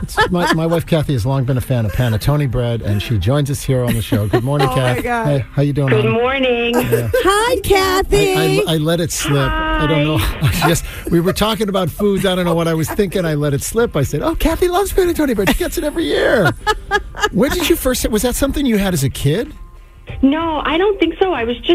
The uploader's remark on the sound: She called in this morning